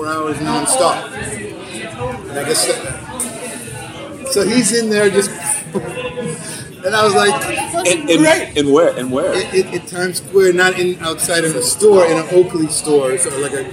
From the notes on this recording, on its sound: backstage at Firefly Music Festival